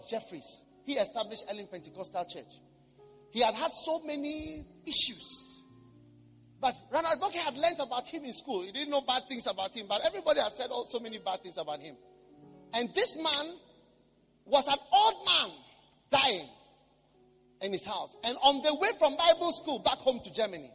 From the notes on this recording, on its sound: Preached at the Action Chapel International, Accra.